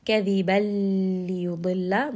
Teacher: Lam is one of the letters of yarmalun, which are the letters of idgham, but lam and ra are letters of idgham without ghunna, meaning that there is no sound of noon here, there is no sound of ghunna here. So I will merge the letter ba directly into the letter lam. كَذِبًا لِيُضِلَّ، ضَاد here is heavy.